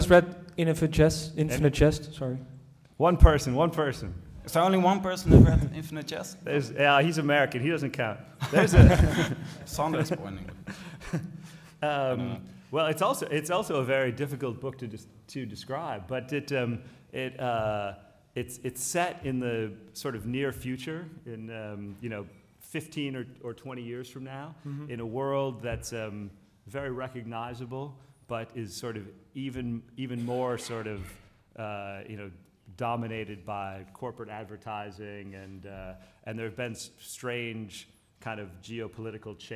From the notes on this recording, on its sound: Literaturfest Live IV.